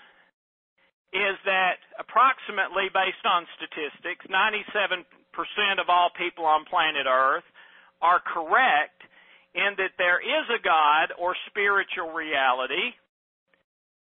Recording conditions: phone line